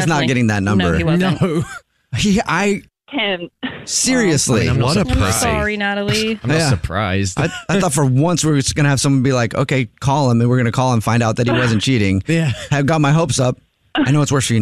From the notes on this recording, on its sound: War of the Roses is when someone calls The Jubal Show because they think that their partner is cheating so we call them offering services in order to catch them cheating. The woman on the phone thinks that her boyfriend is cheating because of something the server told her friend!